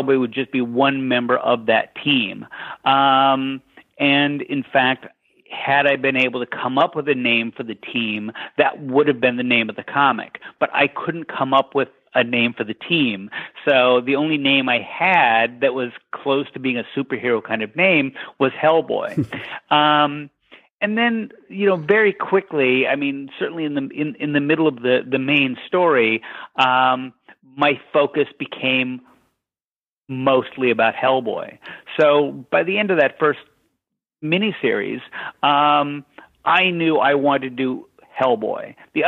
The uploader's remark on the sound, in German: In einem Telefoninterview.